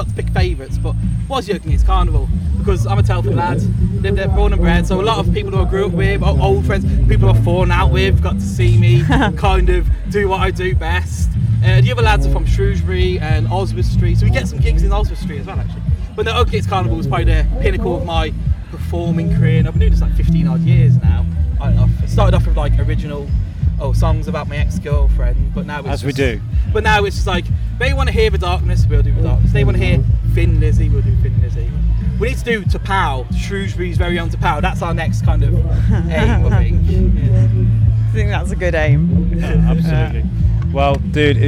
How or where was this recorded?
busy venue